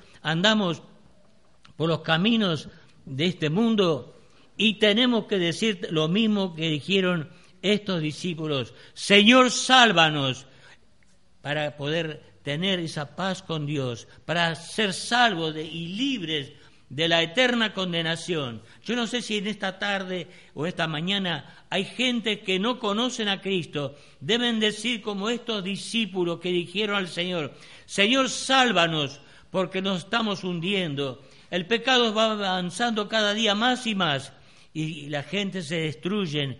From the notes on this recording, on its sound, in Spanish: Grabado el 28-02-2016 en la Iglesia Del Camino